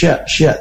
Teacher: Makhraj shin adalah dari tengah lidah yang bertemu dengan langit-langit atas. Nah, salah satu sifat khasnya adalah tafashi, yaitu tersebar udara ketika mengucapkan huruf shin.